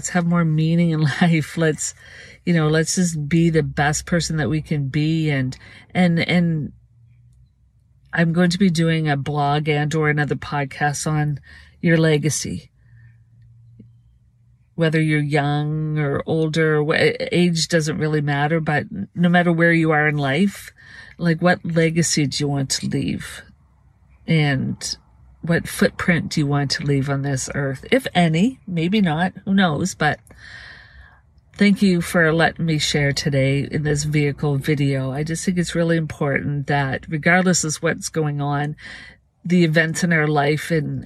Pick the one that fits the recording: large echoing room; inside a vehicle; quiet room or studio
inside a vehicle